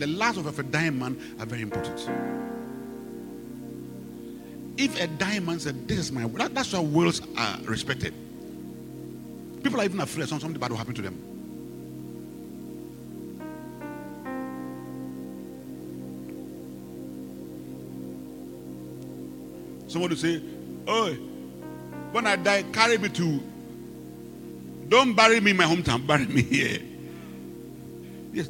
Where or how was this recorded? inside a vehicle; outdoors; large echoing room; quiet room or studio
large echoing room